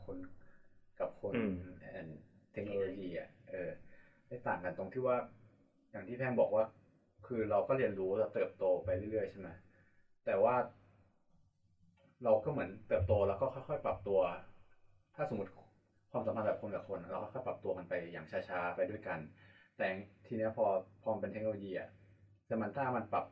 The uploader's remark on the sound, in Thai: ต้องขออภัยเป็นอย่างสูง หากคุณภาพเสียงจะแย่มากๆ เนื่อจากมีความผิดพลาดทางเทคนิคเล็กน้อย